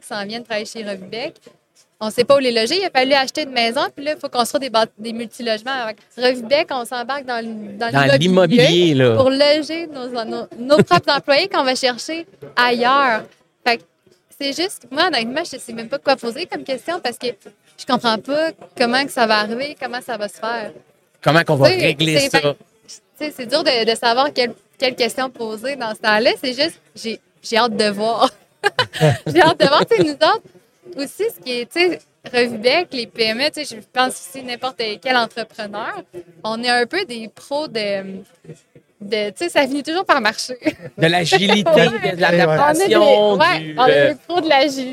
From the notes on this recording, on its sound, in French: En direct du Transal Saguenay